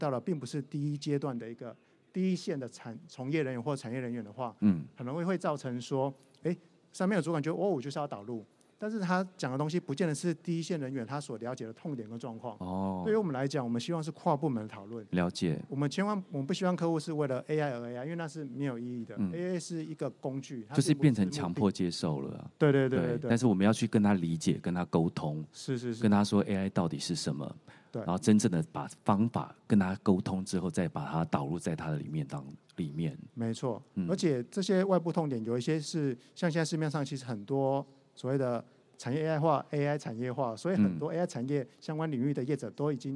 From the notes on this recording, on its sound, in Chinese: 本集節目於2022年「台灣國際智慧製造系統整合展（TIIM）」展期間錄製